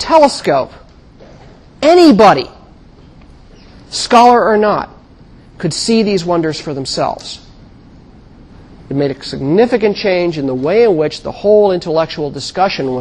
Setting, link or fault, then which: setting, large echoing room